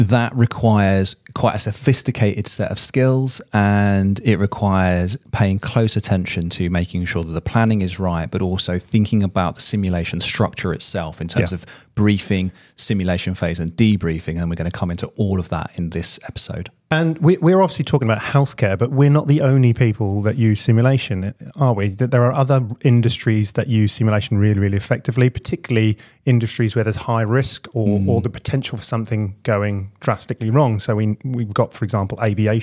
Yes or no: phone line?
no